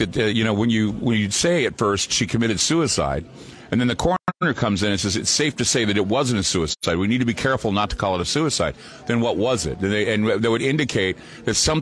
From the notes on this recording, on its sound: From the Oregon Ghost Conference in Seaside, Oregon